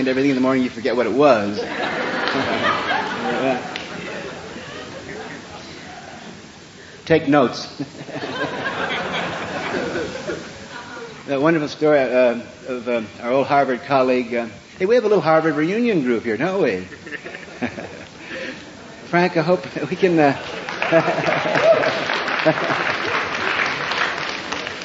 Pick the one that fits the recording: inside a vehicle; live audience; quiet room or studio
live audience